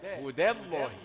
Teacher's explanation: التفخيم يبدأ من لام لفظ الجلالة، ولكن الدالة لا تتأثر